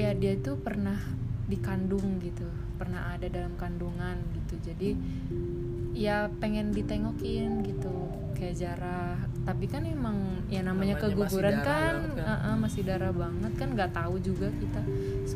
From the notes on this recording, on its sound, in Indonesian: Minta maaf kalo soundnya sedikit keganggu sama suara kendaraan ya vibes.